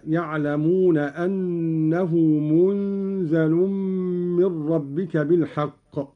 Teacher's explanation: قوله تعالى: يعلمون أنه منزل من ربك بالحق. قرأ قالون بإسكان النون وتخفيف الزاي مع ملاحظة إخفاء النون عند الزاي والغنة هكذا: يعلمون أنه منزل من ربك بالحق.